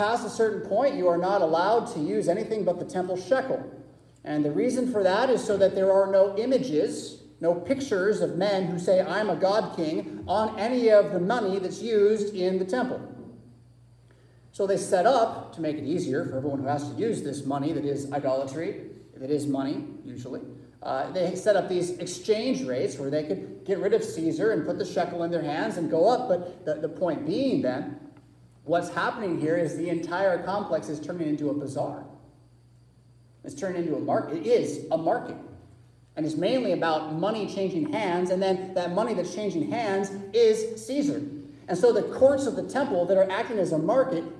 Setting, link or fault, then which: setting, large echoing room